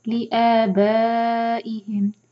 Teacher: با چار حرکہ کھینچیں گے مد متصل ہے